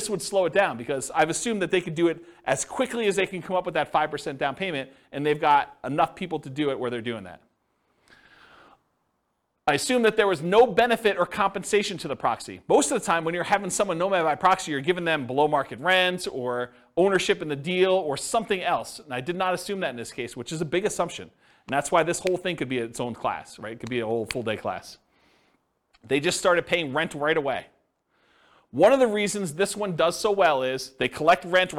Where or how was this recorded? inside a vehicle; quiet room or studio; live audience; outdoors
live audience